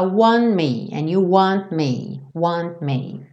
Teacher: Aqui no want, esse T sumiu